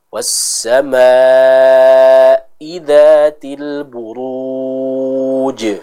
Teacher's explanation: Pada mat wajib al-muttasil was-samai, maka di sini kita perhatikan harus dibaca 4-5 harokat